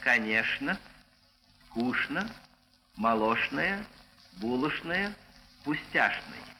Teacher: У грамотных людей под влиянием правописания множество слов, где пишется «ЧН», так и произносится за «ЧН». В живом же языке эта группа «ЧН» перешла в «ШН». И в живых словах произносится в Москве «ШН».